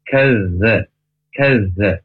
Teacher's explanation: Tapi ketika kita menekan huruf kafnya ke huruf zal tersebut, maka jangan sampai nempel, karena makhrajnya huruf zal ujung lidah ke ujung gigi atas